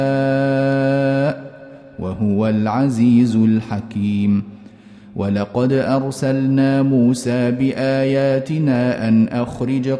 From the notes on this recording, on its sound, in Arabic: مسجل من صلاة التراويح بمسجد السلام بحي مشرفة بجدة.